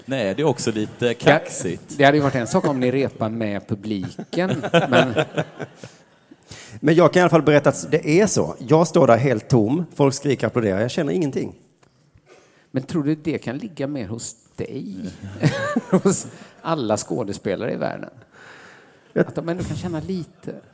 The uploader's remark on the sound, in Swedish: inspelad på Draken i Göteborg